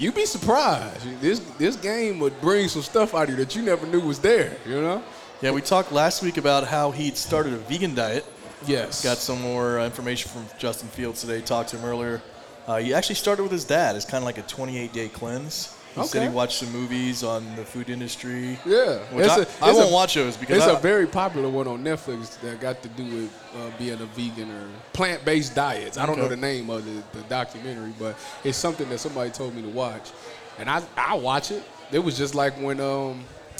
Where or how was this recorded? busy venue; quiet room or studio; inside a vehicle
busy venue